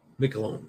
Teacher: I know the first syllable has all the emphasis.